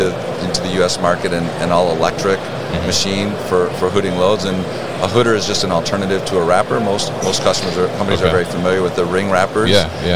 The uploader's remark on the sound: Signode at MODEX 2022